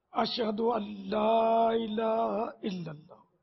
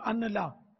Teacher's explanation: تو نون کی آواز نہیں نکلے گی، لام پر تشدید ہے · Shown in: first take · اللہ، نون خاموش ہو جائے گا، اللہ بھی نہیں.